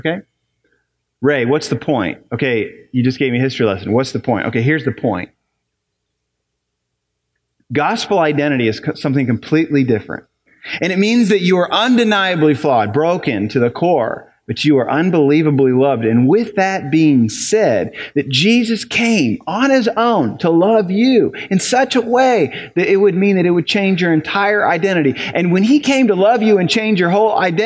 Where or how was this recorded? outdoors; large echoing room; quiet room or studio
large echoing room